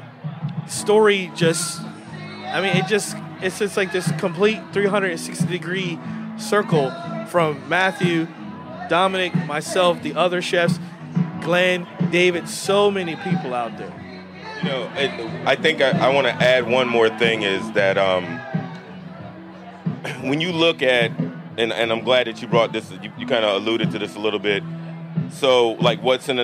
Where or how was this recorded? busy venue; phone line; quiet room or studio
busy venue